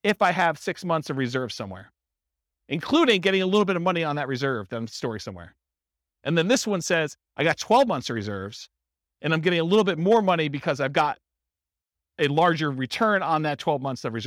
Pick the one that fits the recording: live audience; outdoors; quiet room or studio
live audience